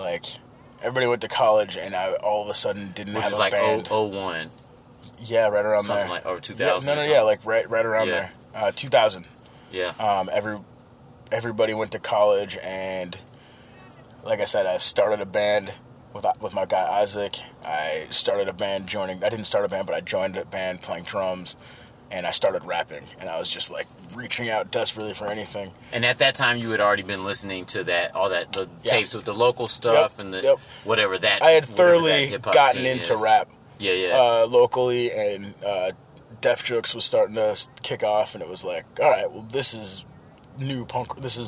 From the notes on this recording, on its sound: rental car outside of the legendary club, First Avenue in Minneapolis